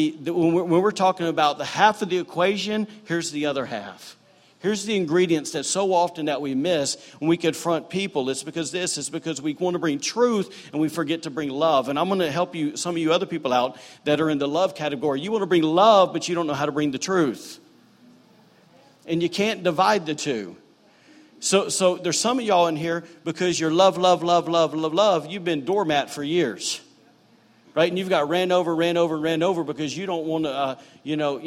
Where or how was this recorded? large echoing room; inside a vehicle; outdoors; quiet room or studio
large echoing room